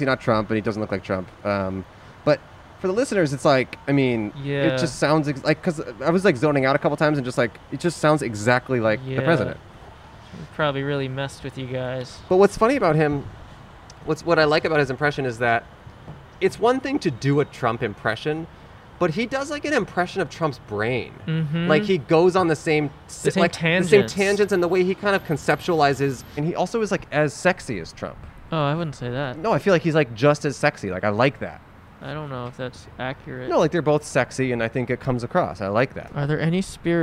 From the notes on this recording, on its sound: Outside of Spirit Halloween. Recorded on N San Fernando Blvd in Burbank, California.